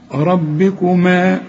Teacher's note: ربكما الراء مفخمة، الباء خد بالك مكسورة